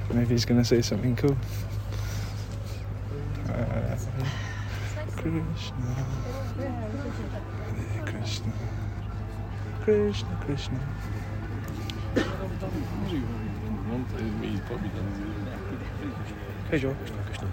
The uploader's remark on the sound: Live from Govardhan Hill. An episode we recorded whilst on pilgrimage in India.